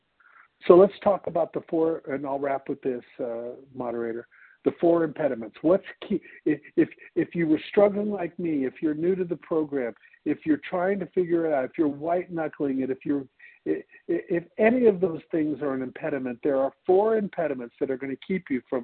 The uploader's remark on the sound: 100 Pounders Phone Meeting